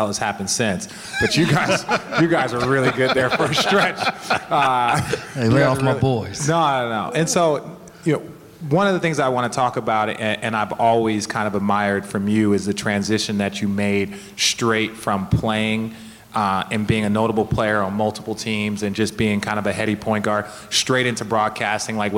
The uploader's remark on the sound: A LIVE edition of RT at the 2017 FOX NBA/NHL Seminar in Palos Verdes. After a Q&A, we decided to bring up former players turned NBA analysts for a little fun. Short and sweet we allowed a room full of Broadcasters, Producers, Directors, Coordinating Producers and Executive Producers get an inside look at what RT is all about.